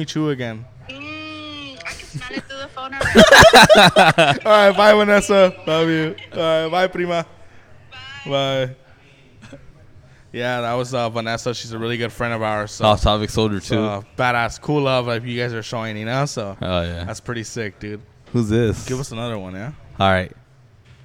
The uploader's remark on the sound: Live from the republic bar in Covina.